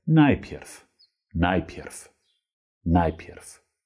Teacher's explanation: Und auch hier, wir beenden das Wort mit einem W, aber die Regel gilt, wir wollen niemanden erschlagen, deshalb entkräften wir dieses W und sprechen es als F.